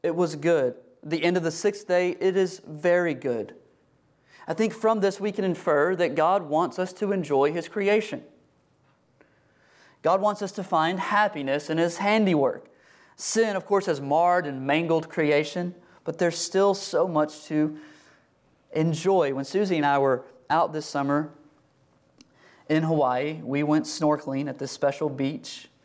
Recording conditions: large echoing room